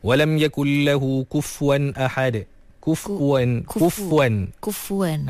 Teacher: Ramai orang baca kufuan seolah-olah dengan fa yang mati.